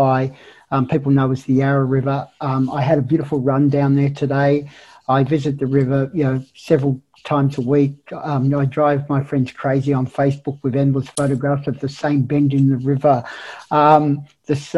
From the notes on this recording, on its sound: This event was held via Zoom on Thursday 1 July, 2021.